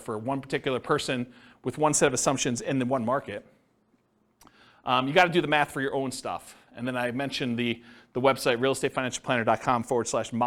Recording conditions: live audience